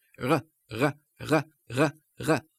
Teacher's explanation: By contrast, in French speech, the front of the tongue is rather immobile. The back of the tongue comes up to the velum or soft palate, and the air is forced between tongue and velum.